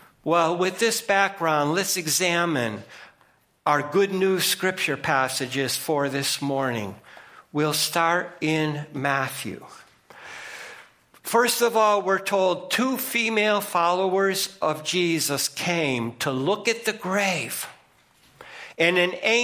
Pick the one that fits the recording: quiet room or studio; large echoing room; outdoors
large echoing room